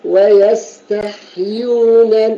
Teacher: سكن الحاء مع الهمس بدون قلقلة